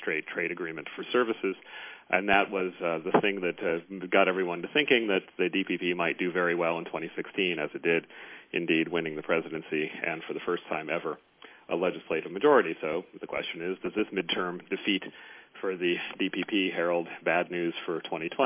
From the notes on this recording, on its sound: The National Committee convened a teleconference call on November 30. Called in from Taipei.